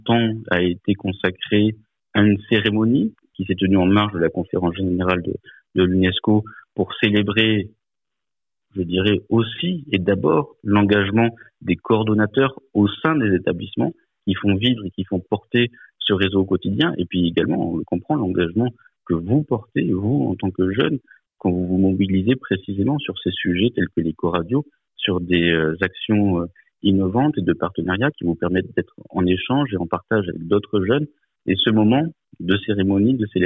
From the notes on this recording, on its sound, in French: Notre partenaire Eco Radio, du collège français Vincent Van Gogh de Blénod-lès-Pont-à-Mousson, qui fait partie du réseau, s’est entretenu récemment par téléphone.